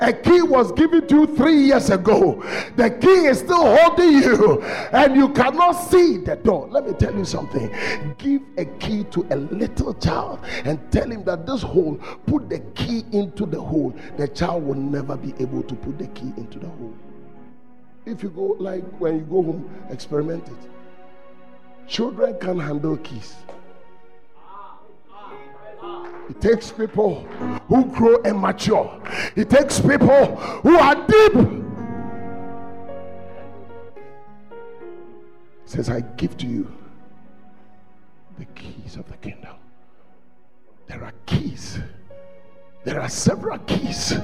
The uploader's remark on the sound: The Proton Convention Day 2 at The Fountain of Life Cathedral, Ayeduase - Kumasi.